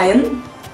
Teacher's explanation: La R no se pronuncia.